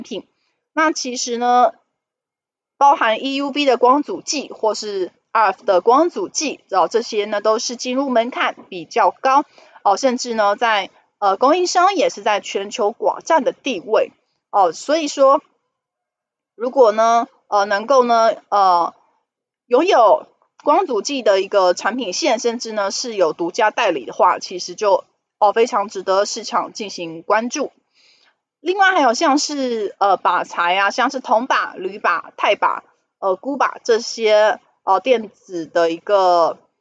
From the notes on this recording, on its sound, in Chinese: 本集有些許雜音，已亟力避免，如有察覺請多多包涵